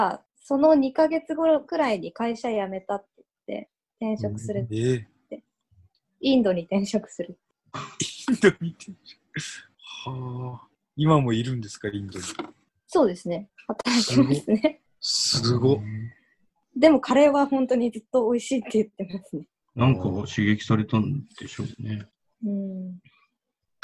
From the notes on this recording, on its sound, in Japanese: 収録地：それぞれの家や職場（zoom収録）